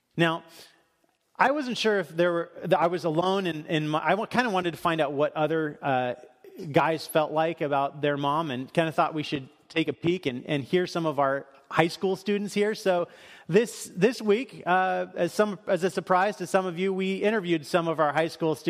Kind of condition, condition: setting, large echoing room